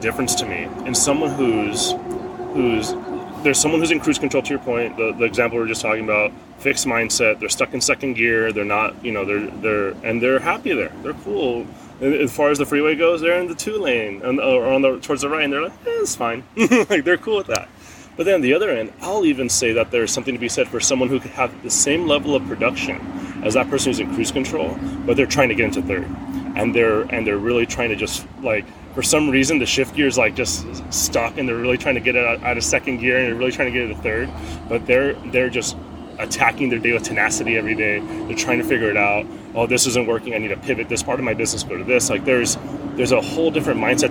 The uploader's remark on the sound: go outside and record this podcast while sitting on a pier by a lake with ducks in Orange County